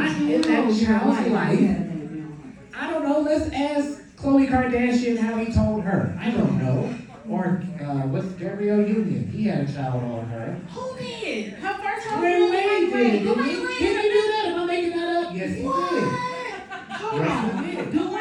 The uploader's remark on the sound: Live from The Golden Girls Kitchen. The second half of our LIVE episode taping from The Golden Girls Kitchen in Chicago!